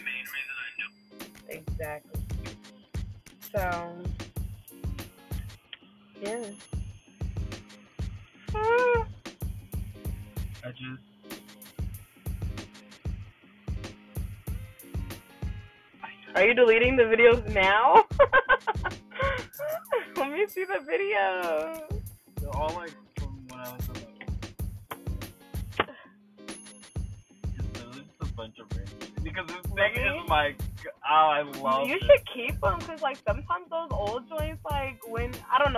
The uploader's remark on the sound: What else is there to do during a pandemic, other than chill in a car and have great conversation? The sound on this episode is not the greatest.